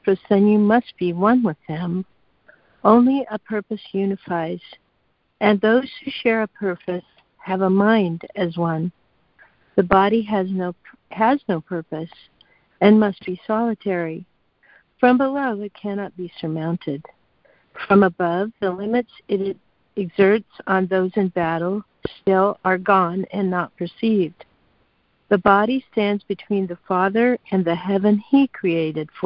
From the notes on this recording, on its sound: ACIM Daily Conference Call